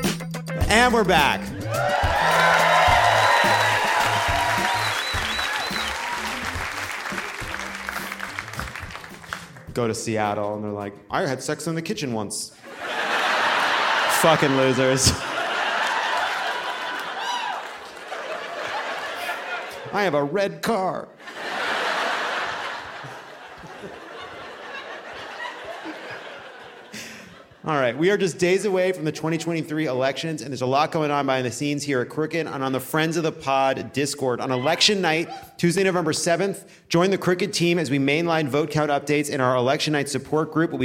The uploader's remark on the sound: Live from Portland!